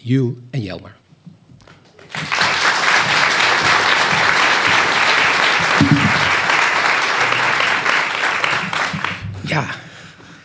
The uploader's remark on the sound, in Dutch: De opname van de live-podcast. Tijdens de boekpresentatie. In het begin van het interview met hem niet helemaal goed werkt, later trekt dit gelukkig bij.